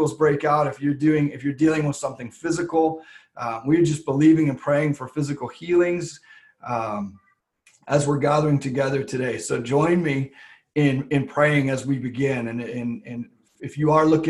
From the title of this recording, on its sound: LWRV Zoom Church